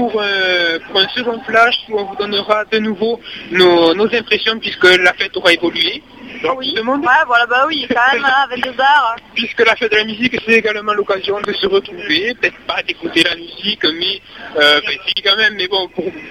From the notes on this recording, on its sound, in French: Vous retrouvent par téléphone en direct de Castres pour la Fête de la Musique !